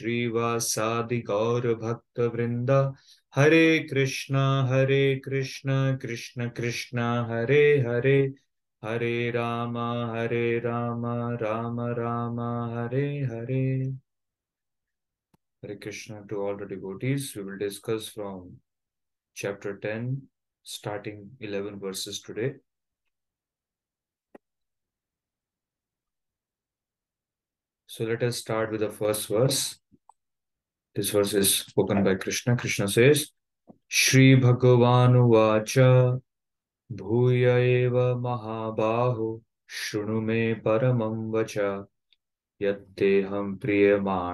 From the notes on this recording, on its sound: Zoom recorded class